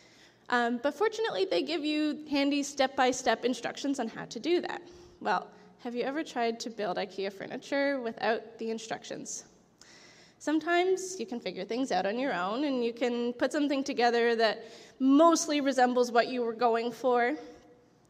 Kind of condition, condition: setting, large echoing room